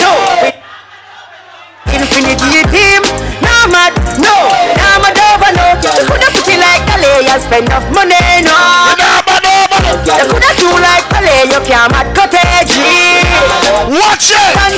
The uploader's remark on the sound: INFINITY UK LIVE BLACKANESS PARTY